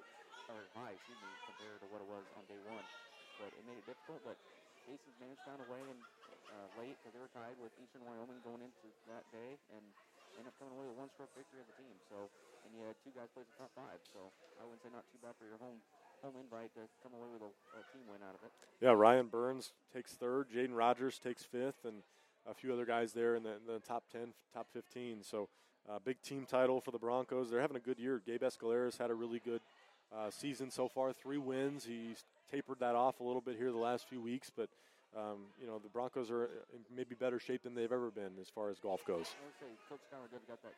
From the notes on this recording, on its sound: Unfortunately, we had some technical difficulties that corrupted the file on which the first 20 minutes of our show were stored. We apologize for the low volume on the audio — you may want to turn your volume up. A huge thank you to Down South Bar & Grill in Deweese for being great hosts to us.